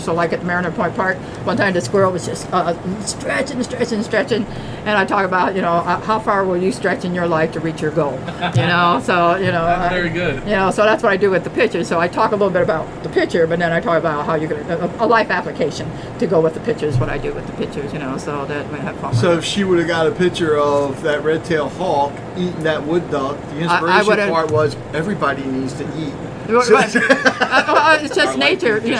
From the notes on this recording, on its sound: spoke with different Artists at the first Joppatowne Arts Festival